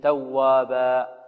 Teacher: كلمة توابا هذه منون منصوب، نقف عليه ماذا؟ بالألف مقدار حركتين